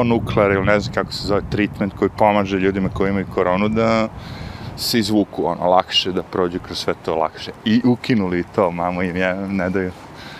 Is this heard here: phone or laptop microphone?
yes